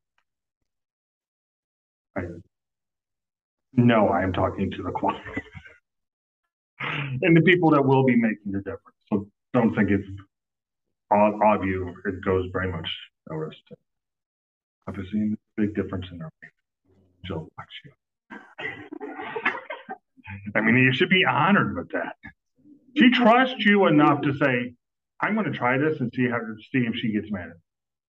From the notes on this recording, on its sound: This is the first recording of ED330 class. The audio quality of this episode is not the best. I will be working to improve the audio quality over the next few weeks as I get familiar with the equipment.